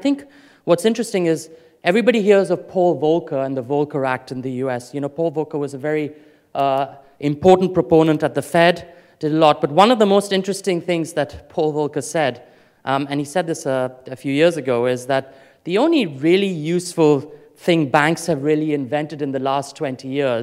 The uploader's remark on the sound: Afrikoin Cape Town 2014 Opening Keynote